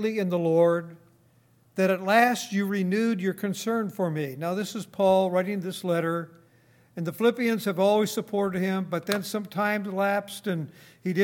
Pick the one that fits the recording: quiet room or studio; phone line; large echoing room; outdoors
large echoing room